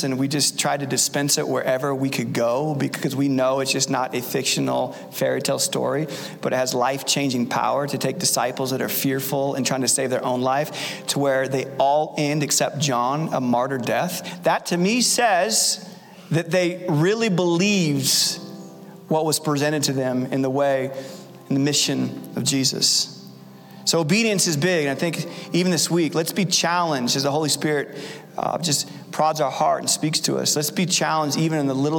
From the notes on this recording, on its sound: Recorded Live at Capital Church in Meridian, Idaho